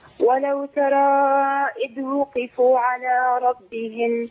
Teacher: وقفوا يبقى أنا ضميت القاف. هي وقفوا يبقى لابد من تحقيق كسرة القاف